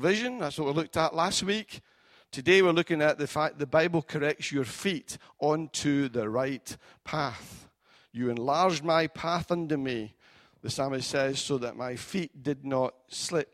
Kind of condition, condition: setting, large echoing room